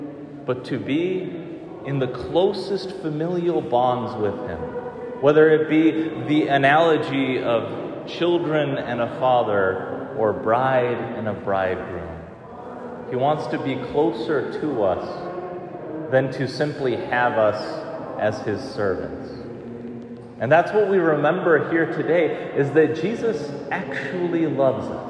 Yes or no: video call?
no